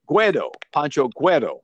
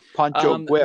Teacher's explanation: No rolling R, actually. Just the R sounds like a D is all. · Shown in: first take